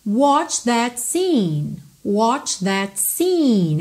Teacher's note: É um E compridinho aí. Mesmo sendo um E só, o som aí é como se fossem dois E's